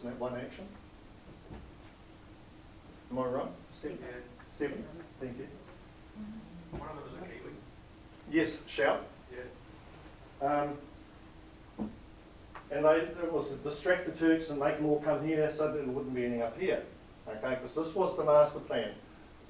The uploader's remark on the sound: A recording of the speakers at a special evening hosted by the Cambridge Historical Society